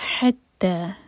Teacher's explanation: ح حلق سے تا دو حرکہ لمبا، اور یہاں پر شدہ ہے تو تا کو سٹرانگ پڑھیں گے